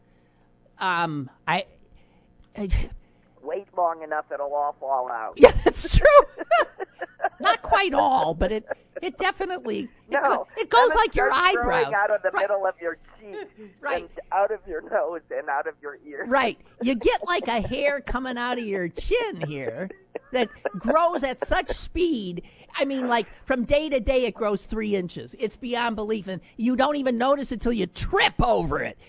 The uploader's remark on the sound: only a small phone issue today